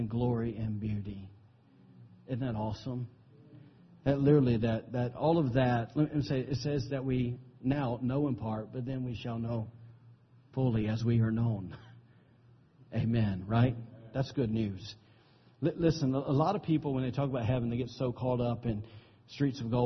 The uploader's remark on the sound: recorded on September 17, 2017, during Sunday morning service at Celebration Life Family Church